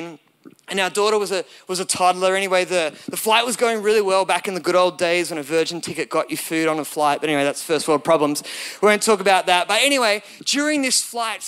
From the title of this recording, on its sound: recorded at Elevation Hills Sydney